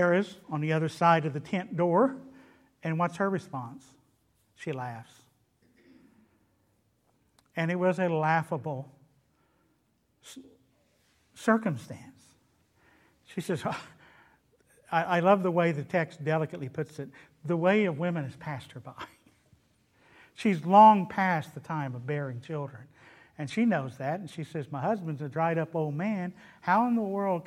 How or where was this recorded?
large echoing room